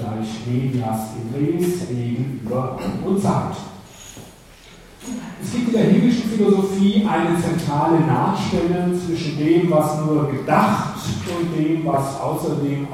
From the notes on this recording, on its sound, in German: Diese Vorlesung wurde von Studierenden der Uni Wien im Sommersemester 2012 aufgenommen